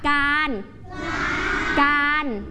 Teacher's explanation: เด็กๆไม่ต้องกระดกลิ้นเพราะรอเรือตัวนี้ทำหน้าที่เป็นตัวสะกดไม่ได้ทำหน้าที่เป็นพยัญชนะต้น